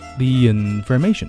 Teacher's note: 元音之间连读呢中间会加一个耶的音